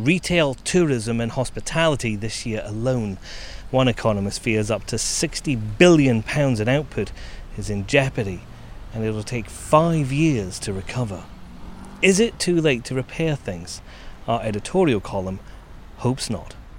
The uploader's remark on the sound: Now he's back in London. Takes him for a walk around the city.